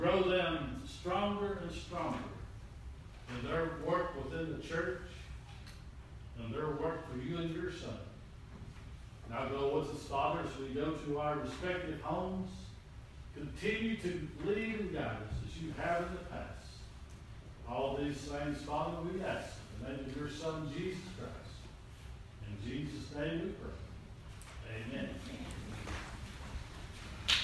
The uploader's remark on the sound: This is an audio recording of the Sunday service at Persia United Methodist Church in Rogersville, TN on Sunday, February 26, 2017.